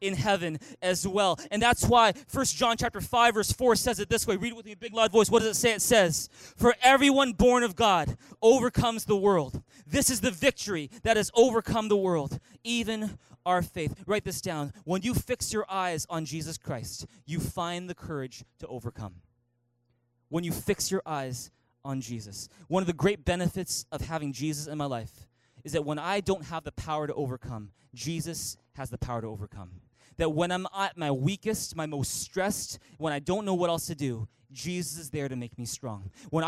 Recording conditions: large echoing room